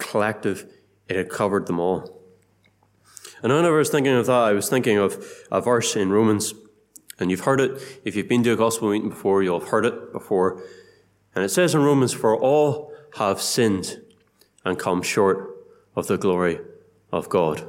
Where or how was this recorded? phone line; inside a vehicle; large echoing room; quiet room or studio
large echoing room